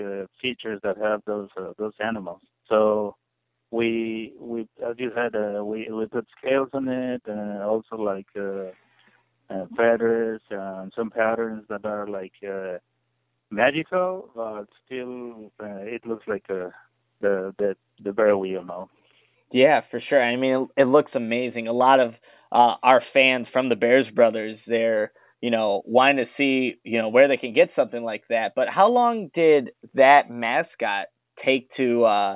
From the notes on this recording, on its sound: conducted a phone interview